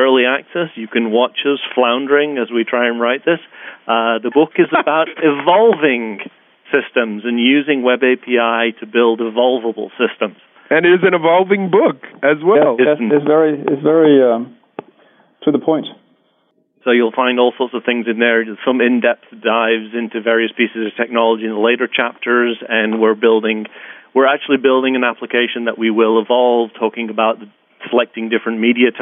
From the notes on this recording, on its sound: A now-rare telephone-based conference call (remember when these were cool?).